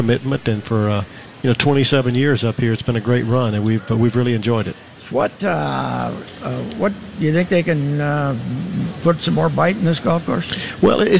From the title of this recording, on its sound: live at the 3M Championship at the TPC